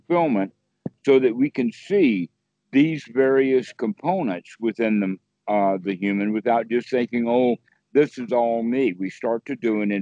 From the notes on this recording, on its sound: skype calls on this channel